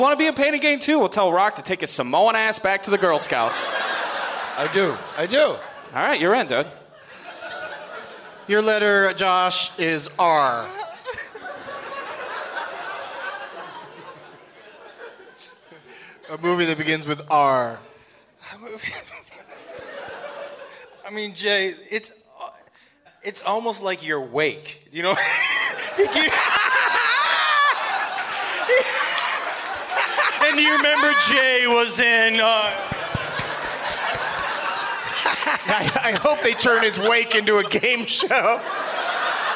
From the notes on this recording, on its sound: Live from the Tempe Improv